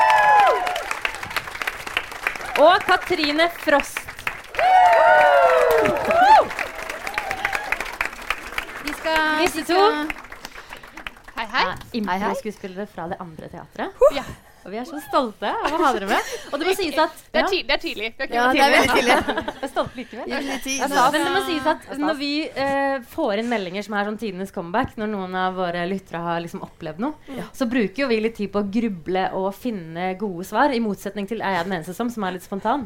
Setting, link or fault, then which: setting, live audience